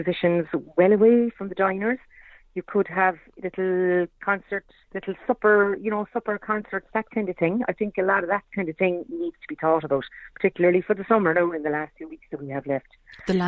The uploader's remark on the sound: on the phone for a chat